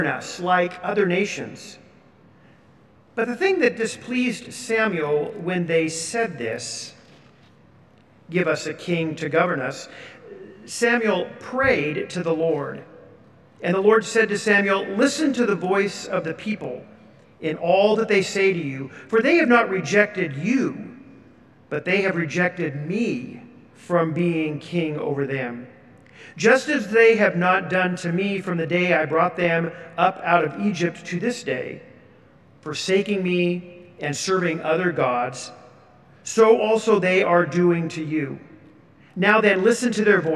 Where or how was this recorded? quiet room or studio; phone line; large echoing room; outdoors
large echoing room